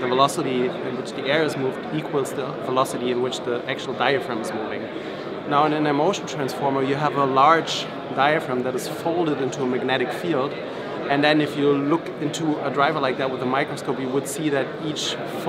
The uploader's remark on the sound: from the CanJam NYC show floor